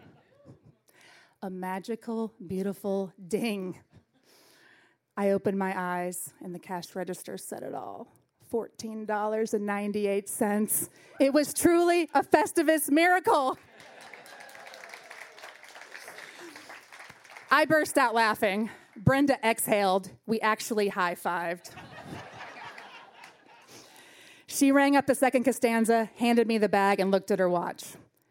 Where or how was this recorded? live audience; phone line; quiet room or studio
live audience